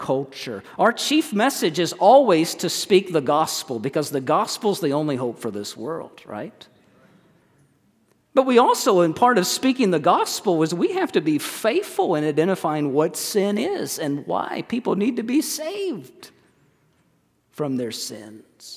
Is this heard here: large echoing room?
yes